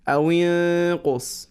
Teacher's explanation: You hide the sound of noon, but there is ghunna there.